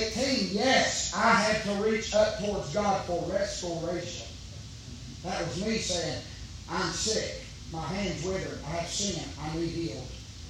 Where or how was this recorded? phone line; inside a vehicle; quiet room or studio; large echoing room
large echoing room